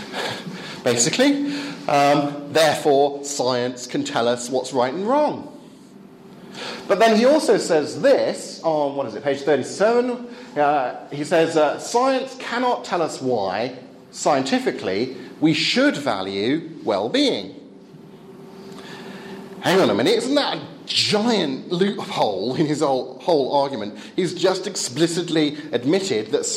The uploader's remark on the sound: Talk on scientism and religious knowledge delivered at the 2014 European Leadership Forum.